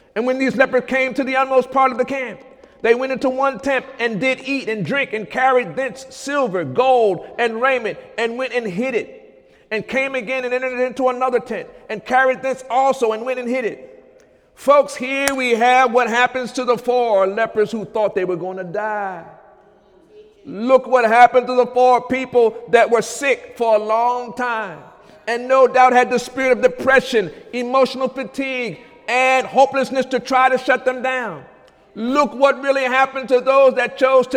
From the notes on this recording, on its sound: During Sunday morning service on March 5, 2017